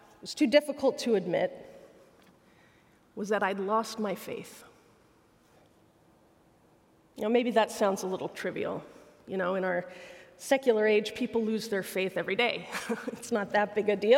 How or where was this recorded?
live audience